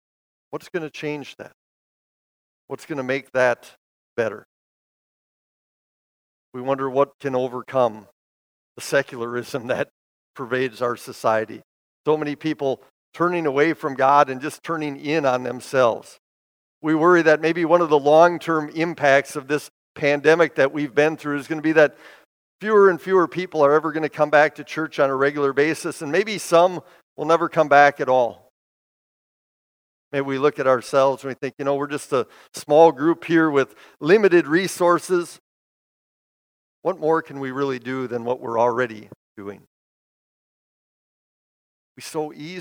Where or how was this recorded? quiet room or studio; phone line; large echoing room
large echoing room